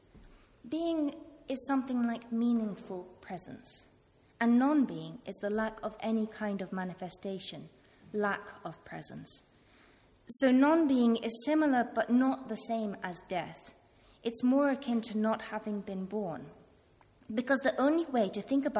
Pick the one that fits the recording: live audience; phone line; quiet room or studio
live audience